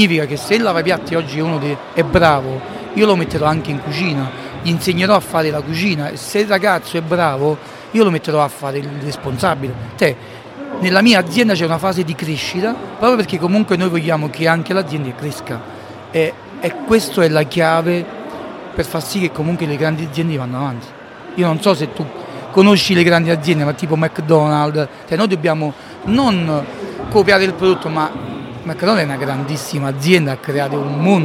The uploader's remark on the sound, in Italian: Registrata live dalla Città della Pizza di Roma. Samson Q2U. Microfono ospiti: Maranz MPM-1000. Registratore portatile: Zoom H1n. Mixer: Zoom Podtrack P4.